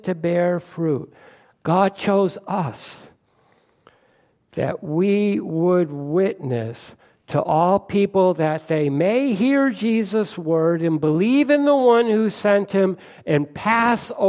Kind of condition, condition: setting, large echoing room